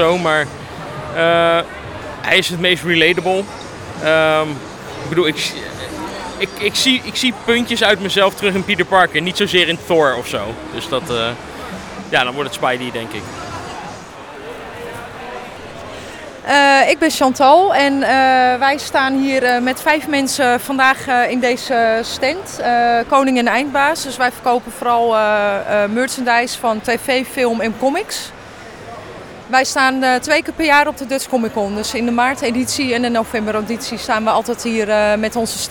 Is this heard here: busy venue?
yes